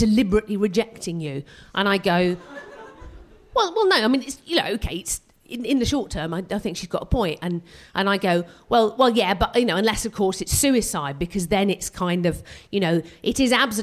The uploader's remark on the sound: We will be sharing tragedies we collected at the live show that took place on January 18th at the Hackney Attic. Performing some science based stand-up.